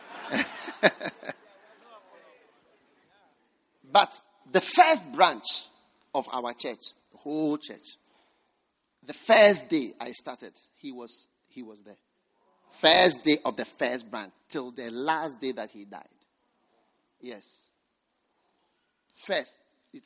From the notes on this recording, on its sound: Preached at the First Love Gathering Service.